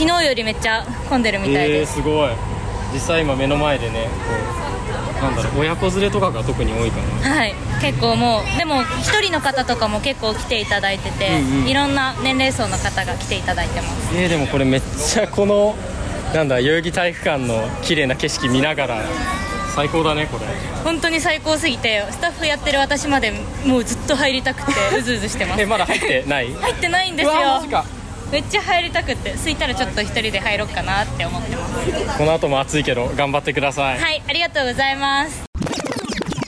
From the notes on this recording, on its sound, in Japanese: 代々木第一体育館とその周辺で行われたJ-WAVEによる都市型カルチャーフェス「INSPIRE TOKYO 2023」に会場スタッフとして参加したWACODESメンバーが、現場で収録した声を交えて振り返っていきます。